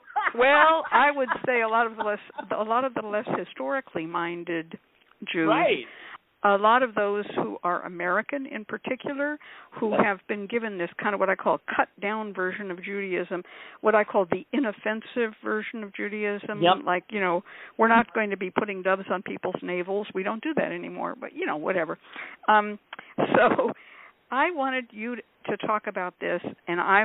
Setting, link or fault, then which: link, phone line